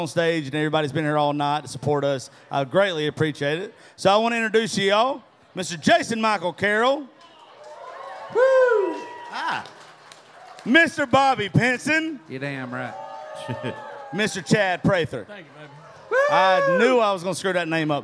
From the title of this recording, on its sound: Rounds At Live Oak In Nashville (Round 5)